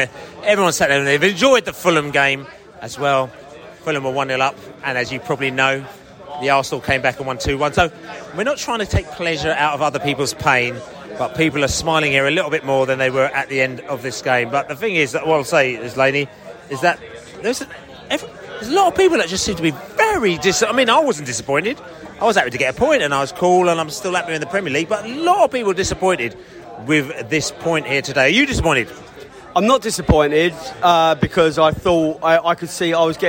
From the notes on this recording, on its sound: Post-match podcast from the stands.